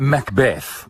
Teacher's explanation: has that emphasis on the second syllable. So that's a nice iamb.